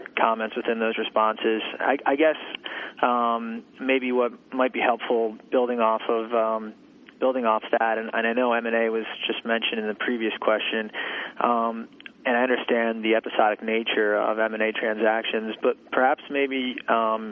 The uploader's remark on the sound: ProAssurance Earnings Conference Call, Fourth Quarter 2012.